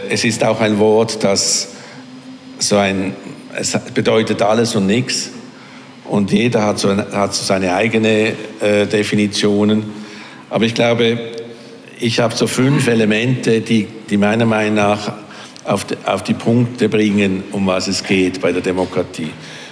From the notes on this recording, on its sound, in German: Audiomitschnitt von der Veranstaltung UM Politics Talks. Im Unternehmen Mitte.